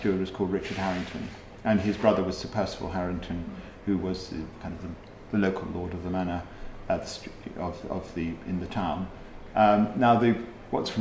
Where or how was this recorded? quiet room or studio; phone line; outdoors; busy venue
busy venue